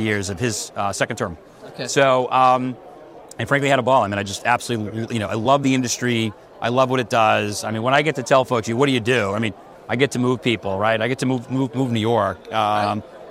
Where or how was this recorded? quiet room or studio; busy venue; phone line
busy venue